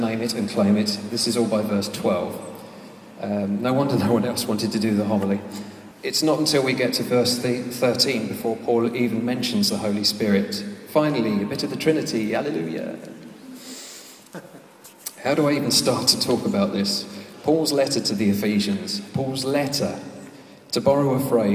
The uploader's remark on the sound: This podcast was recorded in the Eucharist Service on the 15th July 2012 at the home of the Moot Community at the Guild Church of St Mary Aldermary.